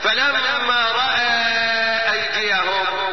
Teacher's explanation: ويمد المد اللي معاه بمقدار كم حركة؟ أربع حركات أو خمس حركات · Term: منفصل